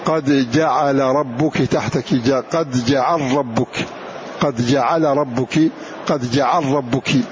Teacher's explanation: فأضغمت اللام في الراء